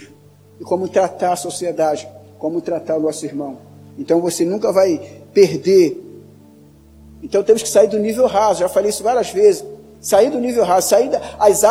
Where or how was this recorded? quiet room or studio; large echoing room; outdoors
large echoing room